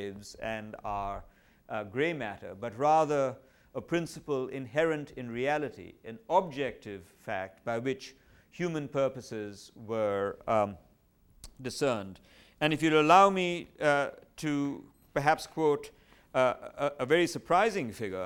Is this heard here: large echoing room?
yes